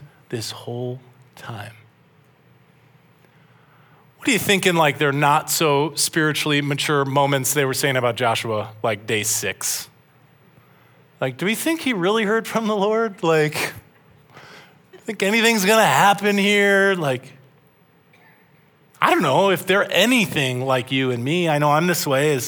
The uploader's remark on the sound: This message was originally preached at Highpoint Church on Sunday, March 19, 2023.